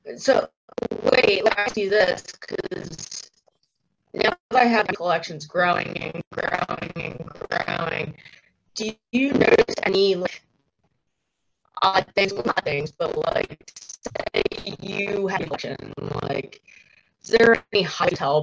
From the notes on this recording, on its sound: We did have some sound issues , sorry in advance .